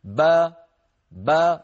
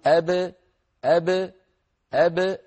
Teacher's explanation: ابتعدت الشفتان وابتعد الفكان أيضا، فبابتعاد الشفتين خرجت الباء، وبابتعاد الفكين خرجت الفتحة أو خرجت الألف، با با، لكن لما نقول أب أب أب ابتعدت الشفتان دون الفكين، الفكان لا يبتعدان في المقلقل · Shown in: second take · فالباء المقلقلة أشبهت الباء المتحركة بأنها خرجت بتباعد الشفتين، لكن ما صاحبها انفتاح للفم كالمفتوحة، ولا صاحبها انضمام للشفتين بو كالمضمومة، ولا صاحبها ارتفاع لوسط اللسان مع انخفاض الفك السفلي بي كالمكسورة.